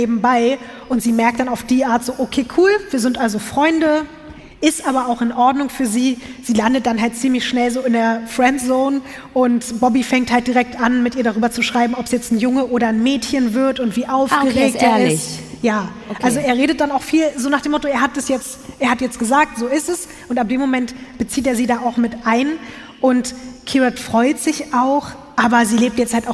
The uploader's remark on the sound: LIVE in Hamburg